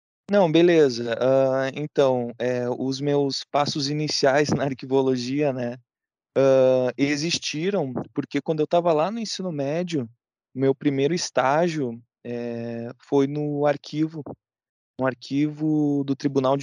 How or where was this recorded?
video call